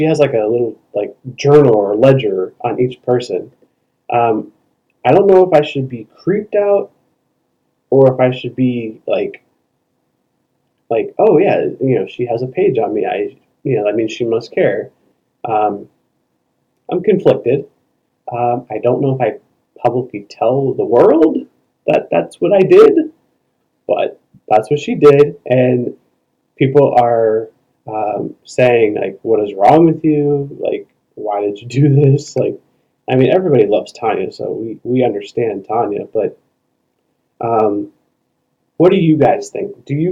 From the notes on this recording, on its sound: Sorry in advance for the poor audio quality on this episode